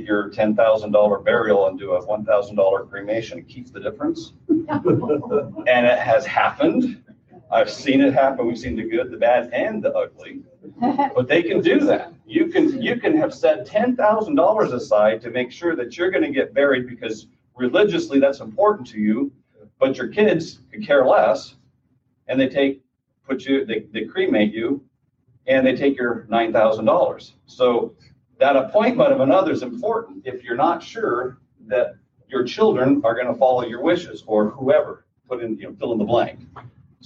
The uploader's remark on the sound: Final Wishes Seminar. This podcast features a recording from a seminar.